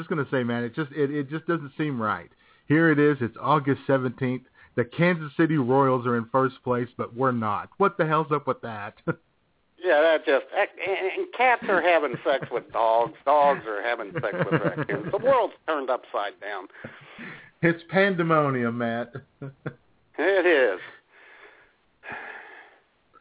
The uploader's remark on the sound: your phone calls